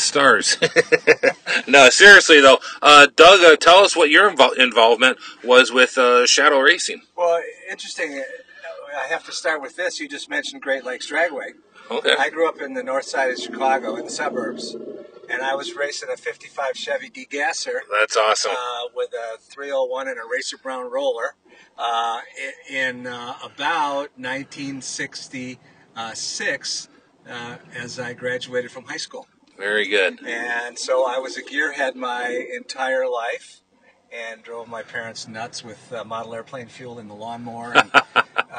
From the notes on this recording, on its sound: joined live at Road America